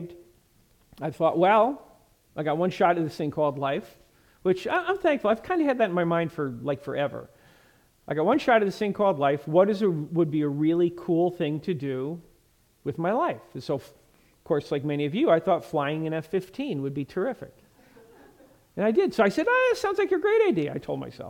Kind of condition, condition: setting, large echoing room